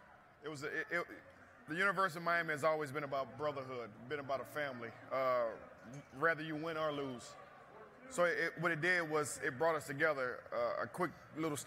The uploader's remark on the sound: Live from the College Football Playoff National Championship.